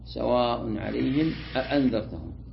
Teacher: فتقرأ بتحقيق الهمزة الأولى وتحقيق الهمزة الثانية، وهي قراءتنا سواء عليهم أأنذرتهم.